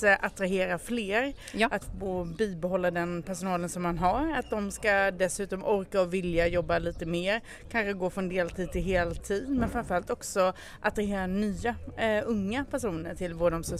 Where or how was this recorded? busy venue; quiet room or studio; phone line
busy venue